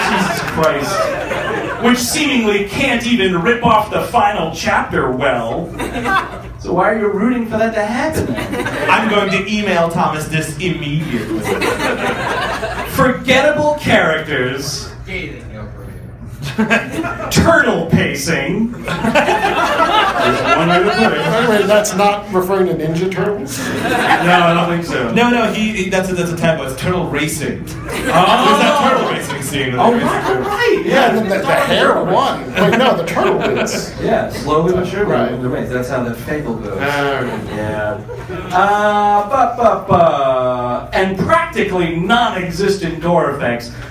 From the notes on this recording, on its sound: Live from Atlanta! Recorded at the Punchline in April of 2017.